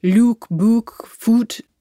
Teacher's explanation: In the north of England, they all stay at ooh. So luke, book, foot, those all stay the same.